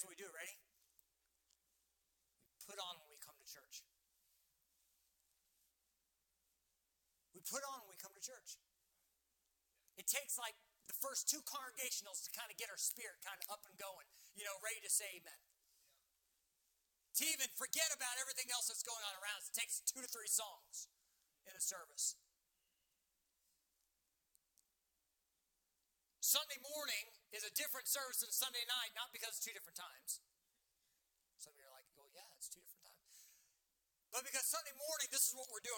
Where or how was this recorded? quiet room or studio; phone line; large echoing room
large echoing room